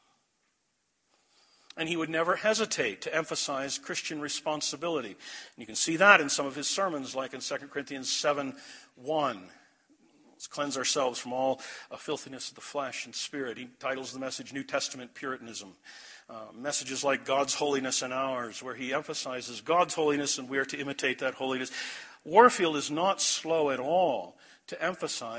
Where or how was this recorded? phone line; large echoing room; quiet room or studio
large echoing room